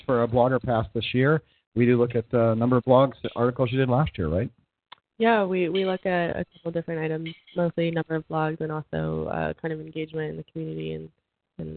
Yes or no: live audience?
no